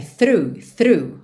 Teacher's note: Então já esquece esse final. O começo, TH, é aquele th, linguinha lá na frente, nos dentes da frente, e você já traz a língua para dentro da boca fazendo R